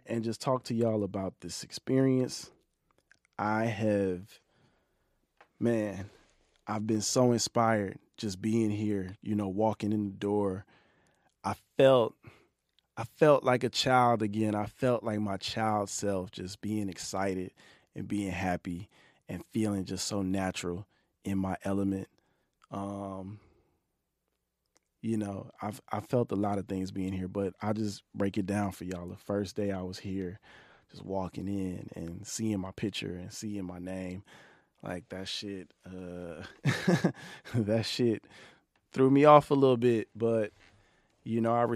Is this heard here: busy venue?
no